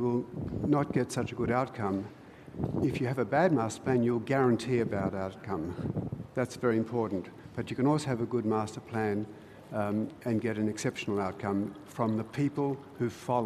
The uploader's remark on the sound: Recorded at the 2016 Sydney Architecture Festival at Central Park